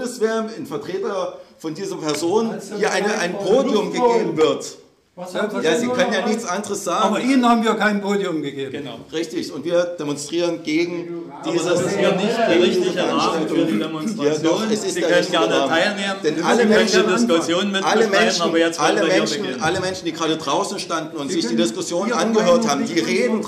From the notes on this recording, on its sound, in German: Veranstaltungsmitschnitt.